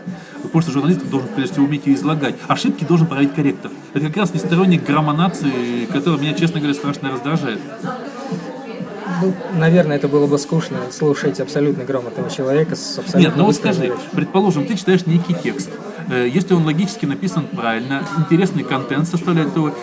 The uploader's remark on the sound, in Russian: At Кофе Хауз. Писано (как всегда) без подготовки, не продуманно и не запланировано, увы, в шумном помещении, на iPad, средствами SoundCloud.